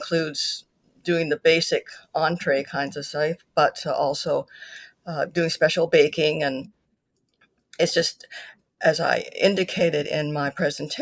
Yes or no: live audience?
no